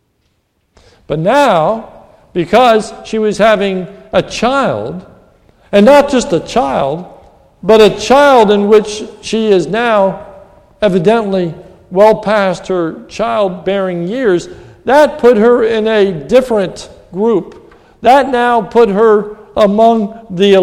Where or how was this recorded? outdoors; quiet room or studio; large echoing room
large echoing room